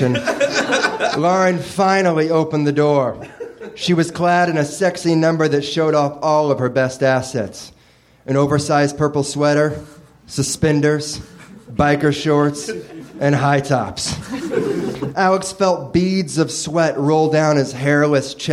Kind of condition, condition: setting, live audience